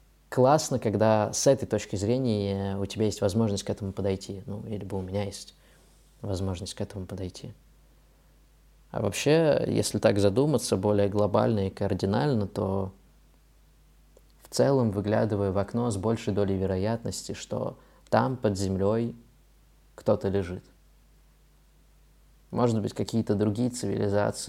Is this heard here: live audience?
no